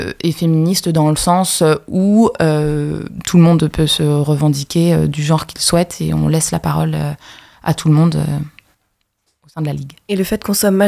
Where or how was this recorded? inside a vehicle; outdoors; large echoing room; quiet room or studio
quiet room or studio